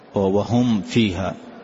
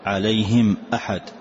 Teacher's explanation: يعني أظهر الميم إظهارا كاملا